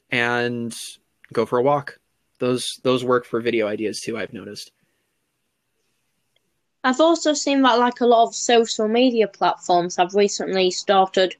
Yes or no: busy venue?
no